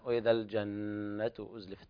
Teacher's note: طبعا الغنة زادت، يعني طوعت النغمة على الحكم التجويدي، الغنة هنا مقدار حركتين